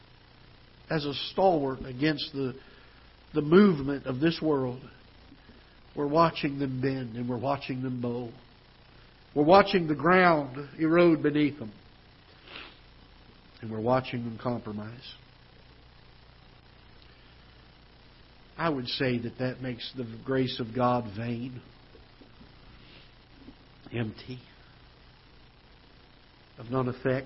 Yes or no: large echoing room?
yes